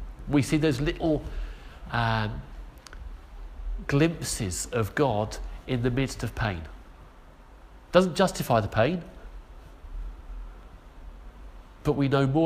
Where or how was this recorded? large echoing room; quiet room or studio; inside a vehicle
large echoing room